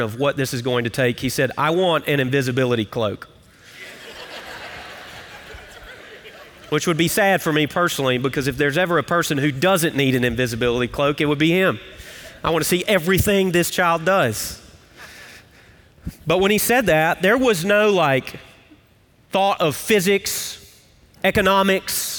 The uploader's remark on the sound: Recorded live at Brookwood Church.